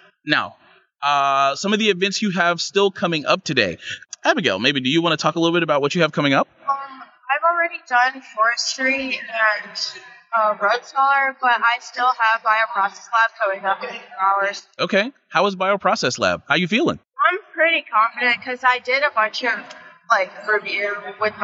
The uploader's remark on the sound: LIVE from the 2023 NC Science Olympiad State Tournament. From the floor of Reynolds Coliseum.